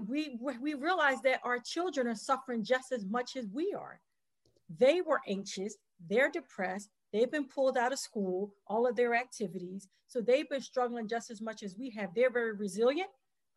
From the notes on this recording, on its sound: In this special edition of Flashpoint LIVE taped before a virtual audience.